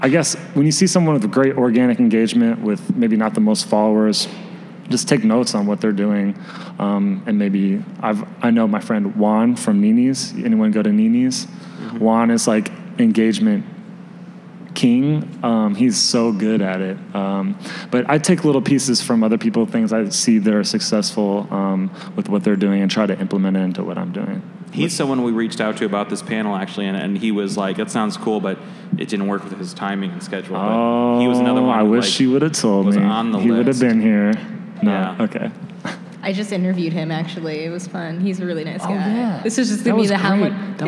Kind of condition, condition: setting, live audience